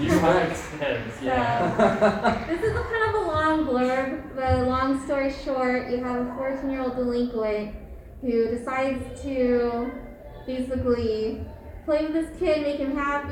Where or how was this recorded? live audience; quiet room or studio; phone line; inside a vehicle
live audience